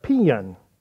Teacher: Southerners would say pen, or if they're really good at it, you make two syllables out of three letters.